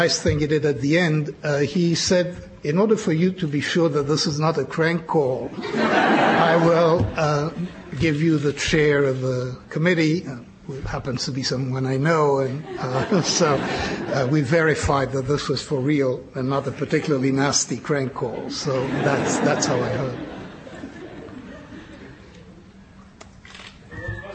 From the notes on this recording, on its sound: Press Conference.